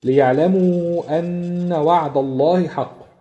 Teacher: ماشي مفخمه لان قبلها مفتوح فعلا بالظبط زي ما الاخوه والاخوات الحاضرين قالوا، لام لفظ الجلاله في وعد الله مفخمه عشان قبلها مفتوح